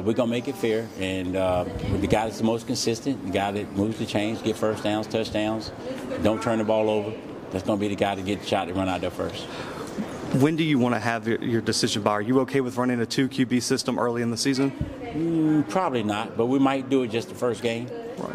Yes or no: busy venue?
yes